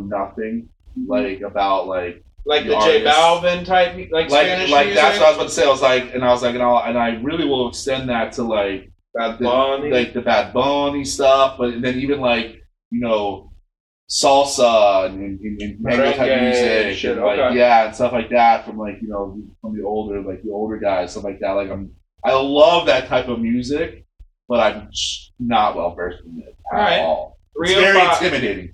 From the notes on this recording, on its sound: serious sound issues on this episode